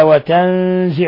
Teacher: نون ساكنة جاء بعدها الزاي الحكم التجويدي إخفاء حقيقي